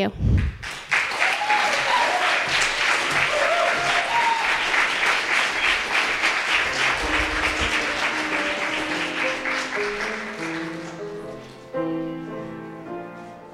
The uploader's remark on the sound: Live Stories from Un/pact. This season, The Soul Stories Podcast is featuring live stories from "un/pact: a creative dialogue on consent.” This event was Held in April for Sexual Assault Awareness Month and will be recurring annually.